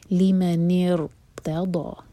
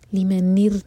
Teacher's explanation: اگر را ساکن حمزۃ الوصل کے بعد آئے گا تو وہ ہیوی پڑھا جاتا ہے · Shown in: first take · تو اس لیے یہ را ساکن ہیوی پڑھا جائے گا.